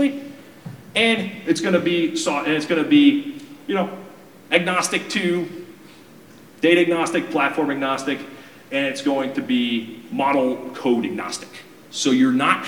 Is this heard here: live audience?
yes